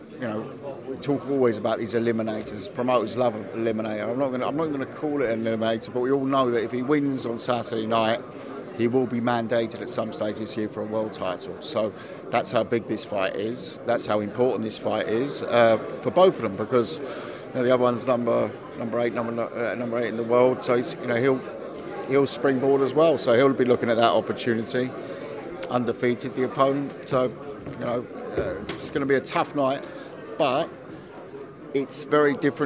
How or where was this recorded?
busy venue